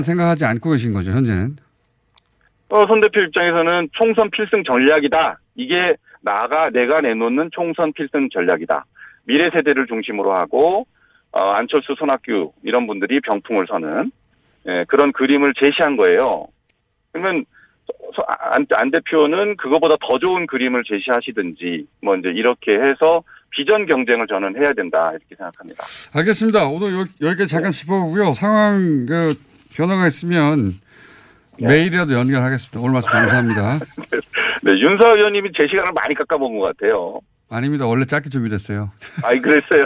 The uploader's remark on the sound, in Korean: 전화연결.